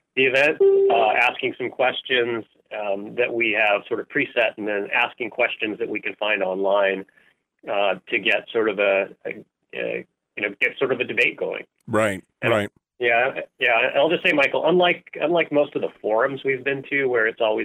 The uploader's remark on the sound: throw the phone lines open and take some calls from you